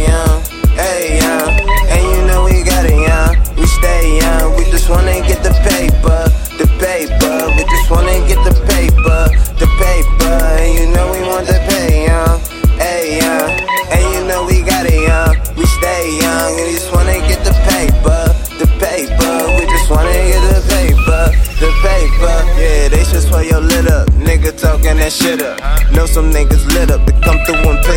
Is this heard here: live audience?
no